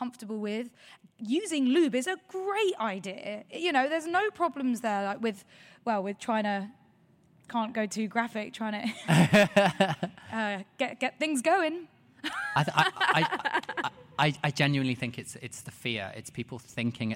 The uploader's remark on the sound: Live at VidCon London. Heads out of the studio and in front of an audience.